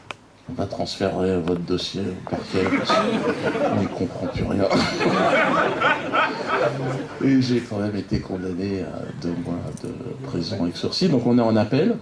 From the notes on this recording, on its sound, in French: Une conférence commune au théâtre de la Main d’Or à Paris, dans le cadre de la journée « Je ne suis pas Charlie ». ERTV et Quenel+ étaient sur place !